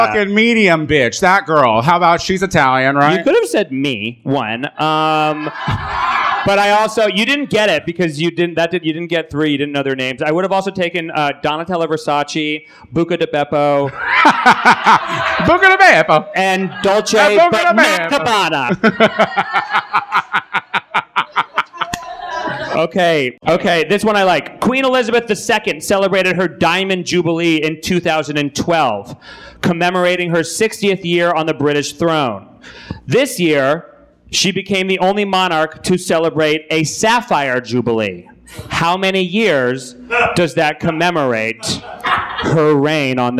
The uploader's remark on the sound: First live show at Akbar in Los Angeles.